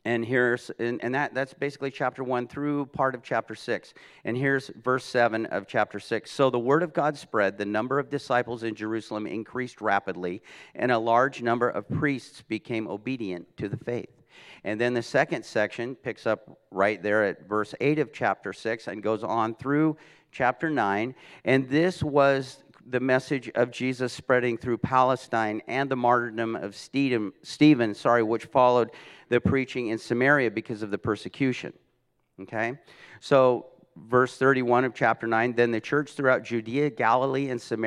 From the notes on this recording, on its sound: This message was recorded at a Sunday service on May 1, 2022